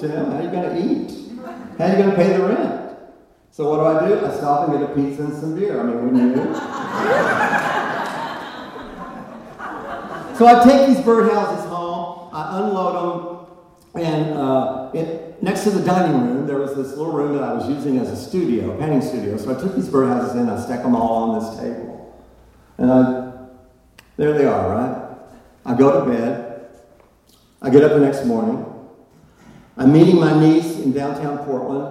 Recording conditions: live audience